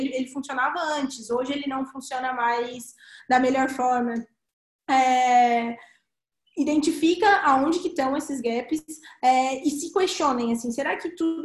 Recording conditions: video call